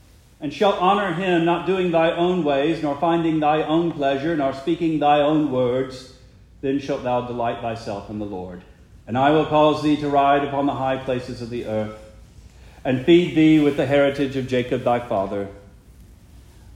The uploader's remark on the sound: Preached the morning of September 17, 2023, for the Heidelberg Presbyterian Church in Heidelberg, Mississippi.